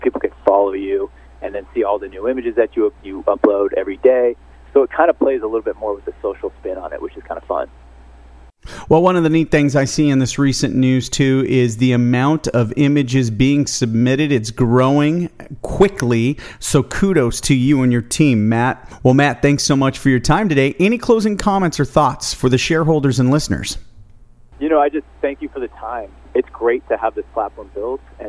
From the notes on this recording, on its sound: called in to SmallCapVoice